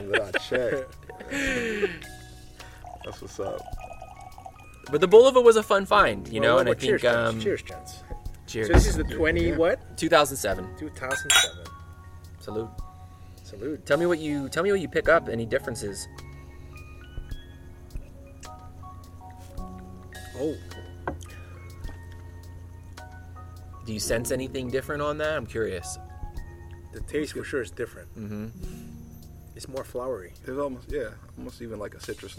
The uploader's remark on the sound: Outside of his SGV home. The nights light rippled off of his pool and the bottom of our glasses were always left wet.